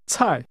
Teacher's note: This word is pronounced with a falling tone.